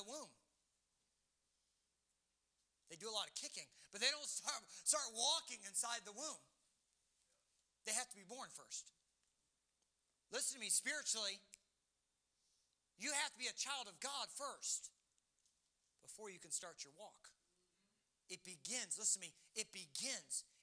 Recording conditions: large echoing room